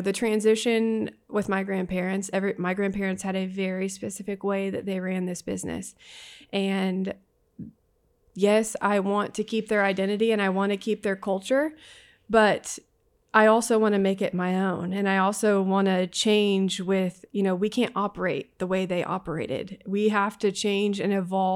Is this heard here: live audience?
no